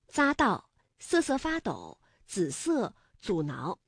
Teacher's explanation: 紫金山的紫是平舌音滋加上韵母一，读音呢为三声